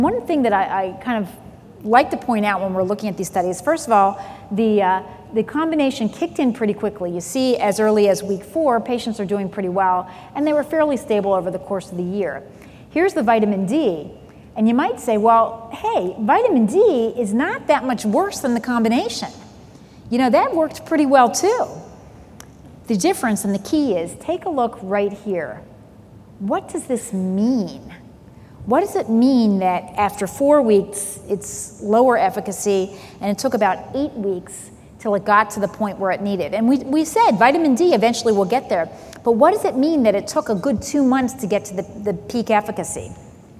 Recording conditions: large echoing room